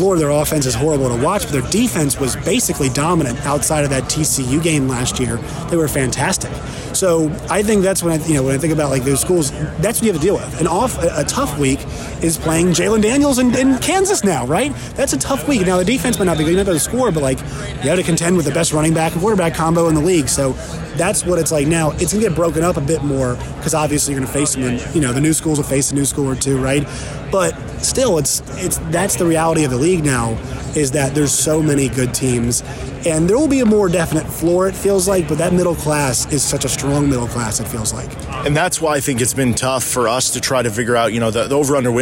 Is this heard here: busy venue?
yes